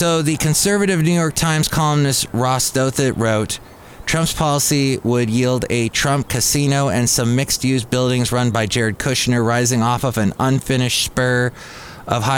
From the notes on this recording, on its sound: podcasts live from Cafe Anyway